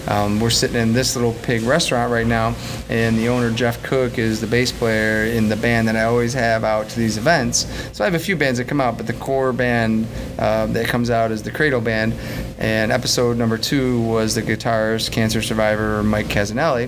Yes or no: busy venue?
yes